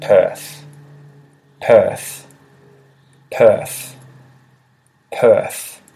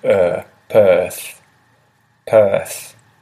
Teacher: we really say that TH at the end, Perth, but the R isn't really pronounced. It's more of an er sound